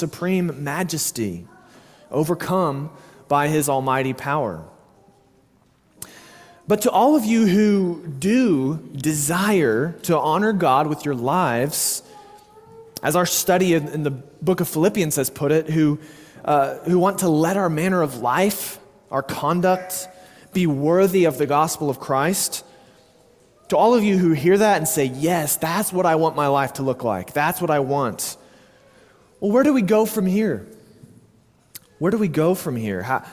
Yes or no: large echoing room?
yes